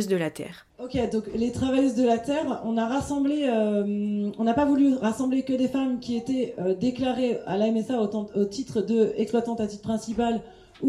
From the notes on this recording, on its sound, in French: Cet épisode a été enregistré lors de la Fête du Champ à l’Assiette, organisée par la Basse Cour le 9 septembre 2023 à Rennes.